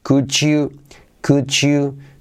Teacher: Em, no es un defecto hispano, pero raramente nos enseñan a decir could you. Raramente nos enseñan a que la D más la Y se convierte en un sonido J.